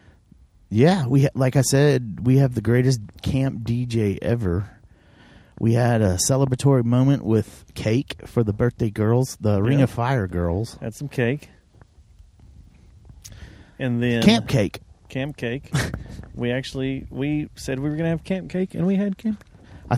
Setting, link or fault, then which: setting, outdoors